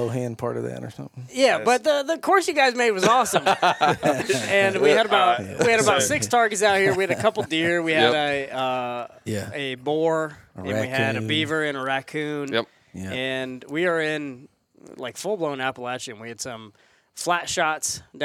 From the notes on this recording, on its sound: This episode was recorded at the first ever HLE Team Rendezvous from inside a 150 year old tobacco barn and needless to say, the setting of this Tuesday Tip was pretty sweet.